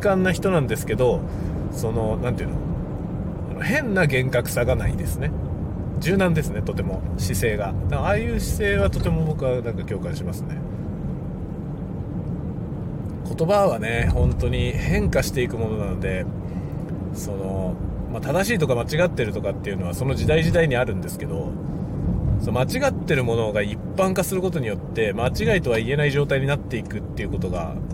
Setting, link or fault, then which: setting, inside a vehicle